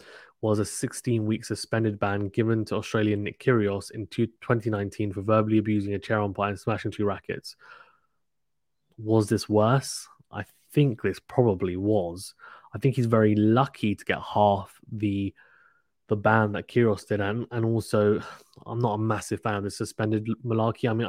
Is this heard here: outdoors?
no